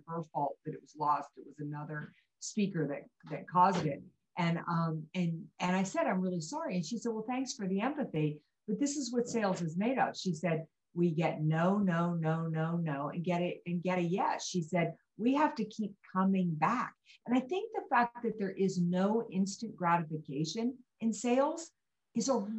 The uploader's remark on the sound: Due to Zoom issues and time constraints, this is a very short episode!